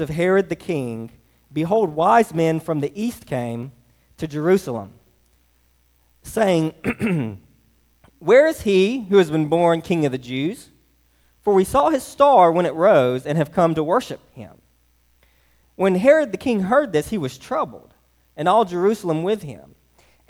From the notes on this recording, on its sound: Delivered on 12/24/23 at Hillside Baptist Church in Eastman, GA.